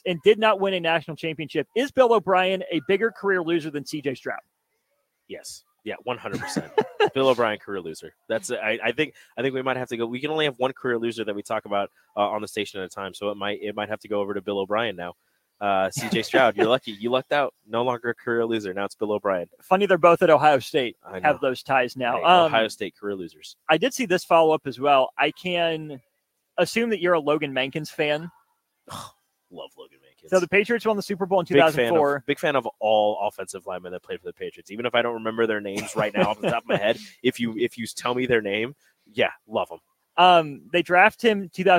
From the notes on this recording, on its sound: LIVE from CHI Health Center